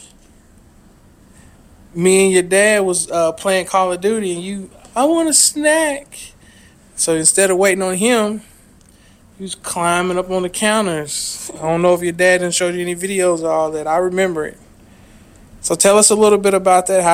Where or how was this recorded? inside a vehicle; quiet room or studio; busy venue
inside a vehicle